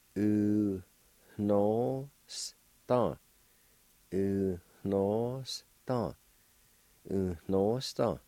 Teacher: There's a faint H sound between the U and the N at the beginning of the word.